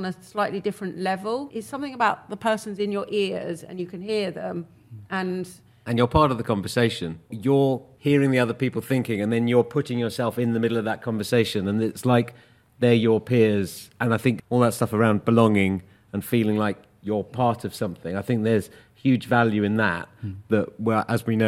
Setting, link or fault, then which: setting, live audience